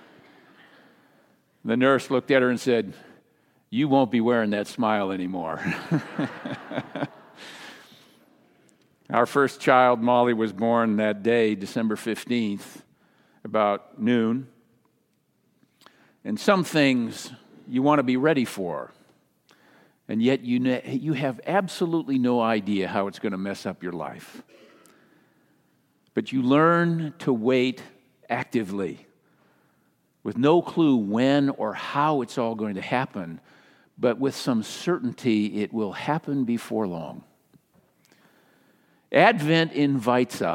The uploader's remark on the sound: Message delivered during the Traditional Worship